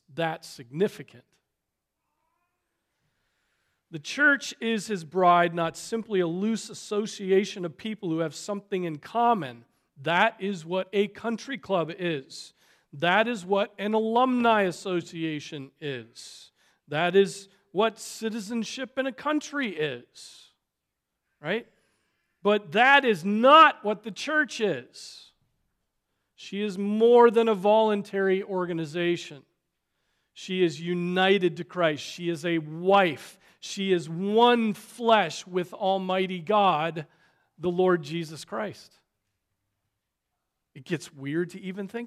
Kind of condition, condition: setting, large echoing room